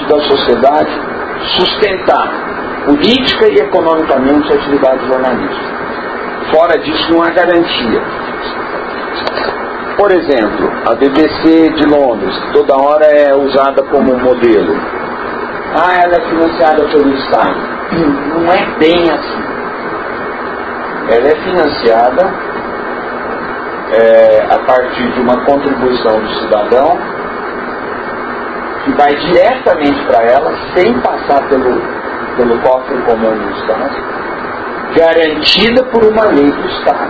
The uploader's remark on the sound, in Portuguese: a captação do nosso áudio ficou um tanto prejudicada (suponho que a culpa seja da ventoinha do projetor, mas também a qualidade do meu gravadorzinho)